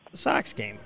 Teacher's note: a nice token of the fronted ah again in Sox